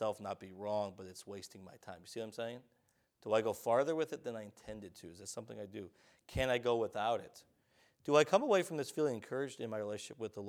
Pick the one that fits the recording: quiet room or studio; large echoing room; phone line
large echoing room